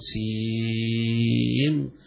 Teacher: السين تمد مدا طويلا تمد مدا طويلا بقدر 6 حركات